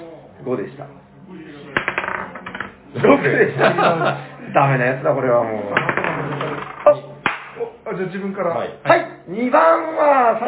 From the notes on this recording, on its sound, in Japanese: サニバ八周年パーティーで特別編収録しました。